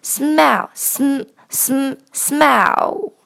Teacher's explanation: 注意这个时候气息还是从鼻腔走，口，口腔是闭紧的 · Term: 前鼻音 · IPA: /smɛl/